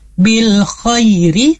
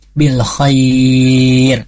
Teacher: yang tadinya bil khairi kita akhiri jadi wakafkan menjadi bil khair. Panjangnya seperti mad arid li sukun, yaitu bisa dibaca 2, 4, sampai 6.